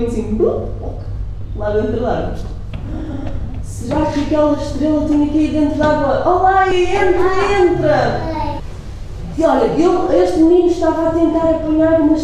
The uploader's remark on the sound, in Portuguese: Gravado durante a Hora do Conto no Até à Lua.